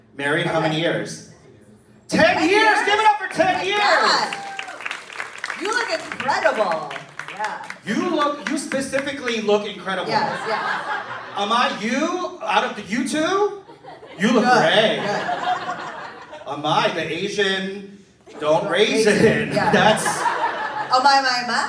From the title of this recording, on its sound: City Winery Pittsburgh Live